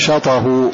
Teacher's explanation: فالناظم أمر أن تلقي حركة الهمزة على هذا الساكن وتحذف الهمزة، فنقول بدل شطأه نقول شاطاه. ألقينا حركة الهمزة على هذا الساكن وحذفنا الهمزة